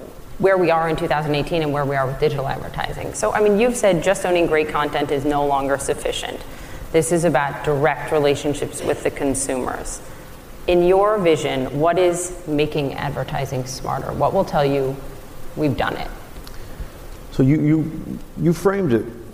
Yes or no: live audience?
yes